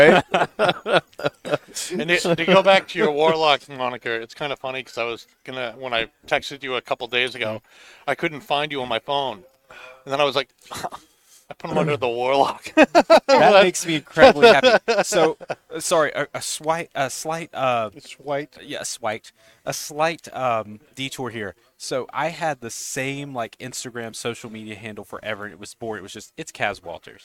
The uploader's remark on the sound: Recorded live from the 7-20-4 Lounge!